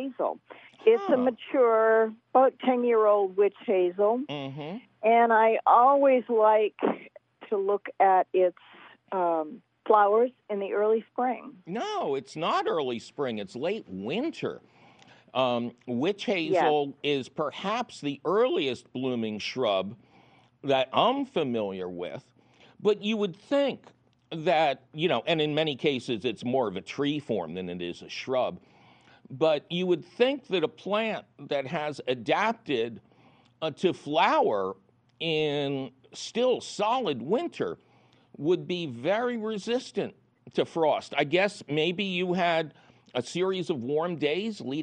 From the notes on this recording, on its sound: From the 2020 pandemic archives. Your Fabulous Phone Calls!